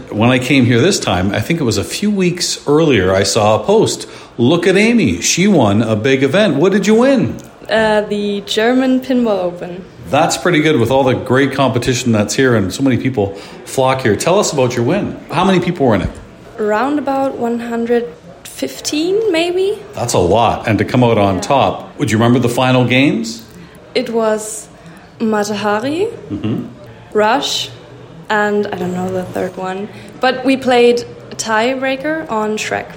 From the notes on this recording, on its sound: Live from the European Pinball Championships